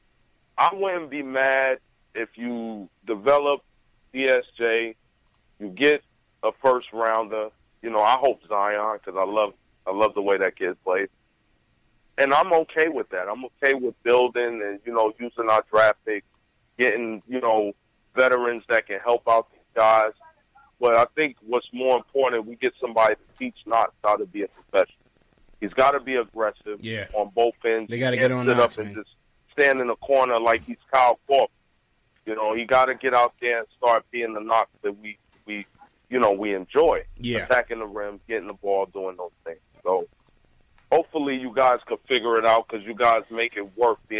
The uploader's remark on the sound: take live phone calls from fans around the world